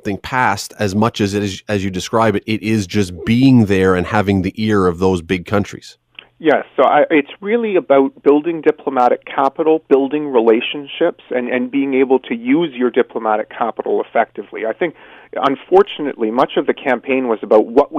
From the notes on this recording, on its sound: opens the phone lines to get your thoughts and opinions.